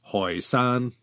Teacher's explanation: The Toisan people in their dialect used an H instead of a T and called themselves in their ancestral homeland Hoysan.